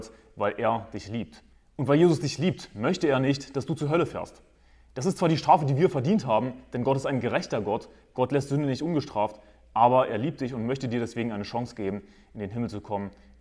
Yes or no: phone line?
no